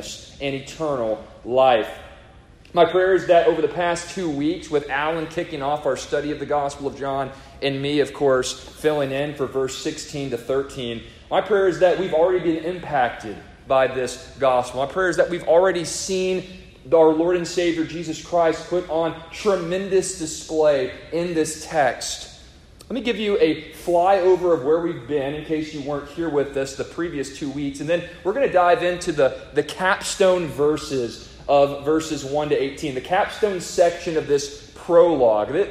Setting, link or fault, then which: setting, large echoing room